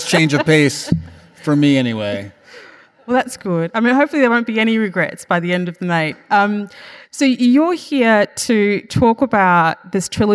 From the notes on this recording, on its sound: Live in conversation. Immerses Melbourne audiences. It was recorded on Wednesday 24 May 2023 at The Capitol as part of the Wheeler Centre’s World of Words series.